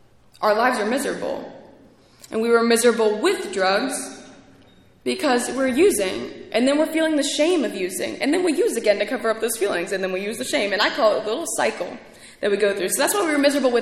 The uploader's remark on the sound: speaking at ARVANA convention 3/2023